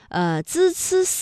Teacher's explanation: 这舌尖是平伸的，是抵住上齿背 · Term: 平舌音